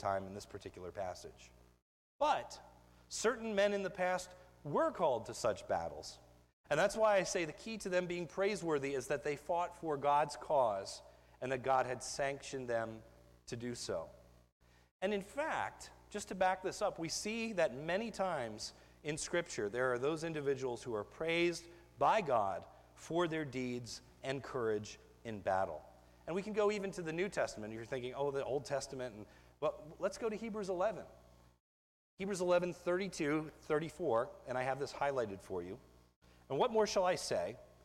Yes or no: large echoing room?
yes